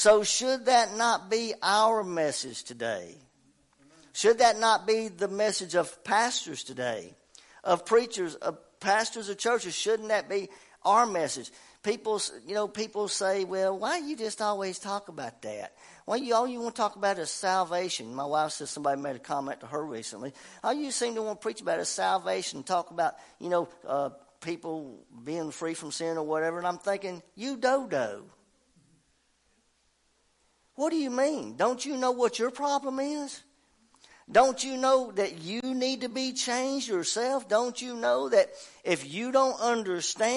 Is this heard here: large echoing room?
yes